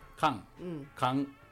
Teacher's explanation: これは言い終わった後、口の中のベロはどこにもつかないと